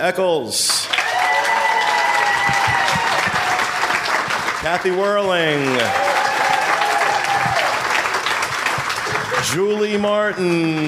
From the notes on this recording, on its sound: Podcast Cruise 5.0 Live Show. On board the Disney Magic at our live show recorded on Podcast Cruise 5.0.